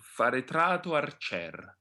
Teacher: Here, both vowels are rather short. Therefore, neither of them is dominant over the other. You want to keep them both round and soft.